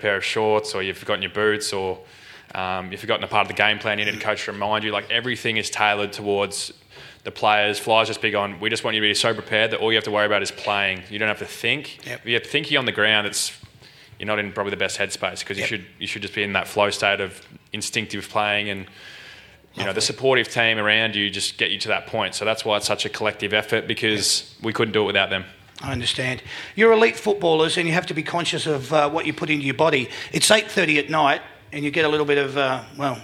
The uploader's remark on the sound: That's Good for Footy panel show LIVE from the Italian Sports Club in Werribee